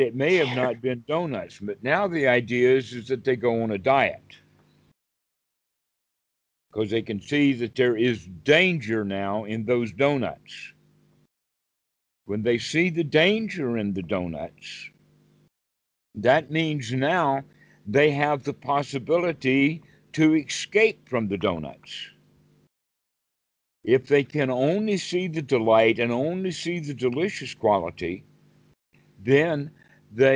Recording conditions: video call